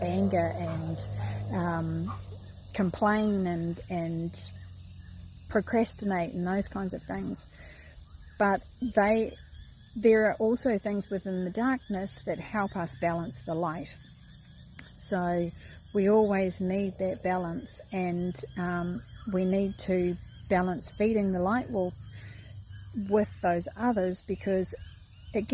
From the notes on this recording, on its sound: Don't mind the huffing Rottweiler bouncing around in the background or my distraction of the red reflecting in the video as I did this live.